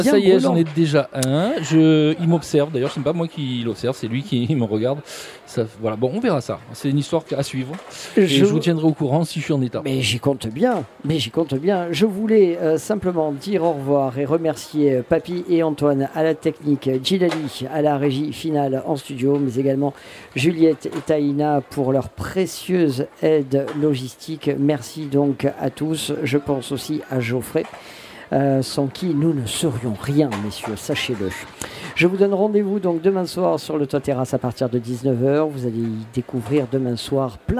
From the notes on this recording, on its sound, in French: Radio Grenouille au Festival Kouss Kouss 2022 - Marché de la Friche. Dans le cadre du 5e festival KoussKouss 2022. Le Grand Pastis délocalise son plateau et s'invite au Grand Marché de la Friche Belle-de-Mai à Marseille.